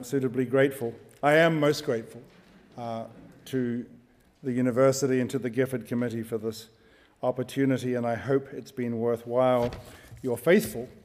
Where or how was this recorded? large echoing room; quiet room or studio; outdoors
large echoing room